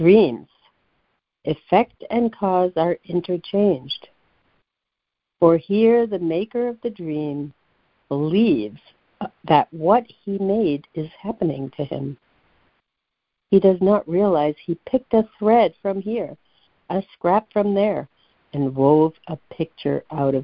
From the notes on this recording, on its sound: ACIM Daily Conference Call